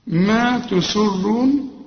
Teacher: ما تسرون السين هنا مرققة وتكون أكثر رقة إذا كانت مكسورة. ما تسي وبعدين الراء هنا مفخمة والمد، خد بالك الواو تمدها حركتين عند الوصل.